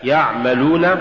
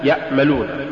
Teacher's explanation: واللحن المتوقع فيه أن تستبدل العين بالهمزة، مثال يعملون، تقرأ لحنا يأملون. فلولا توسط العين ومخرجها لصارت همزة · Shown in: first take